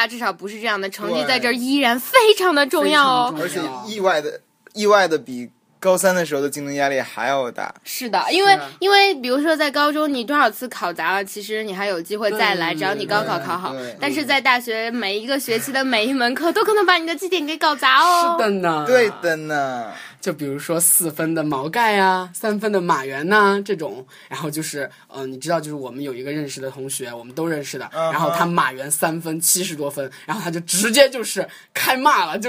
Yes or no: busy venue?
no